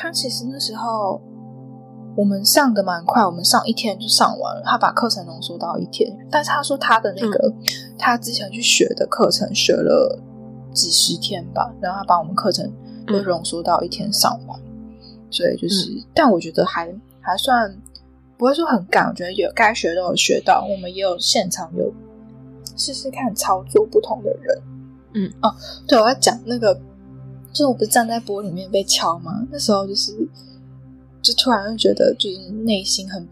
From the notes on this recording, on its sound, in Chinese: 這是我的聲音有點悶悶的是因為錄音時有施工的聲音，在後製的過程中為了把施工聲去掉就變成這樣了。